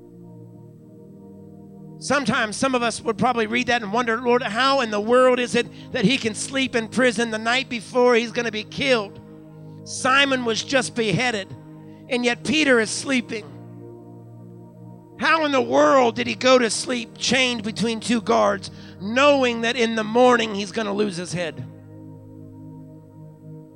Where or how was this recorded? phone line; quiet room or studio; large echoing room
large echoing room